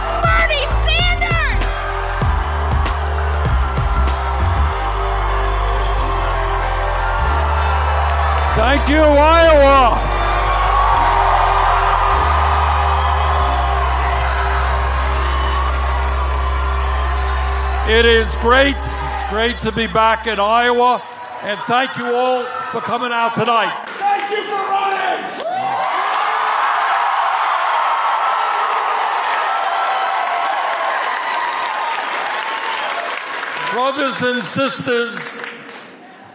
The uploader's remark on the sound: Campaign Rally in Council Bluffs Iowa on March 7, 2019